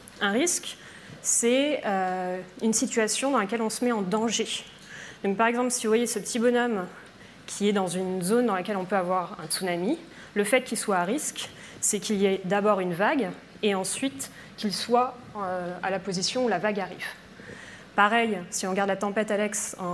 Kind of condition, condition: setting, large echoing room